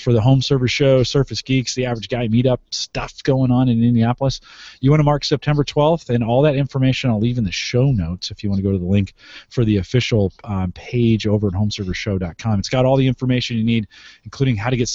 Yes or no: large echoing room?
no